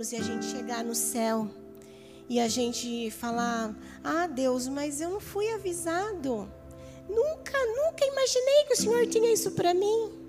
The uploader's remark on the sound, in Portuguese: Áudio do Culto de Domingo do dia 14/08/2022.